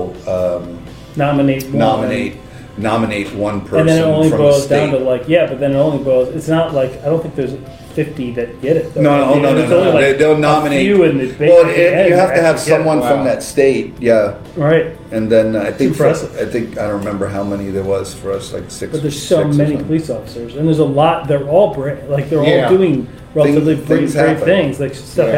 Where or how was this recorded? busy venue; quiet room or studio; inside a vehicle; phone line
busy venue